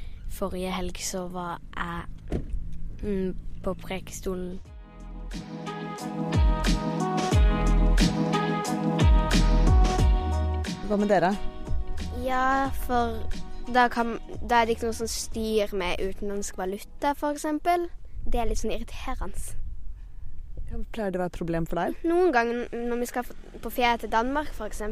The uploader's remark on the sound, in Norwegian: Vi intervjuer fire barn på en bryggei Lindesnes med lyden av bølgeskvulp og båter som vugger på vandet.